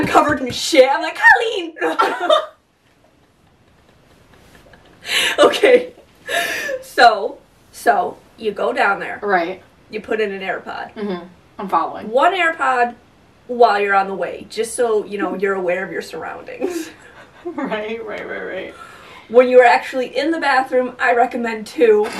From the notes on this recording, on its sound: Today we have an episode that we accidentally recorded without any audio! The audio isn't that bad, just not as crisp so we apologize.